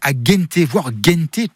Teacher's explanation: Cette prononciation, on la doit à un phénomène phonétique, la fermeture des voyelles nasales.